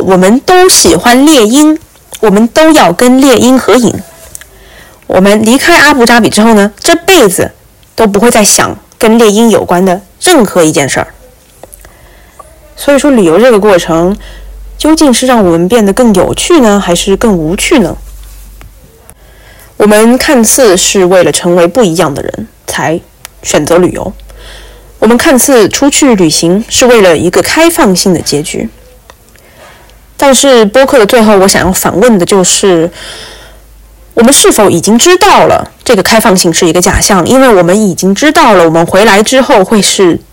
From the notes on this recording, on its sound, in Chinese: 我没有带我的小话筒回国。这期播客的音质有点差，因为是我用手机直接录制。